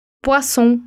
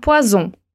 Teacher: Aqui você percebeu que os dois S's do Poisson faz o som de S e o S sozinho do Poison faz o som de Z